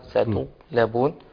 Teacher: هو كتم صوت الغين